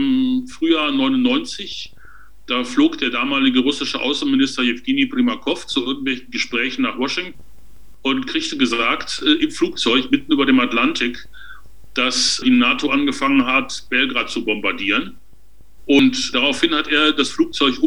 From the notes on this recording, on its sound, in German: aufgezeichneten Videokonferenz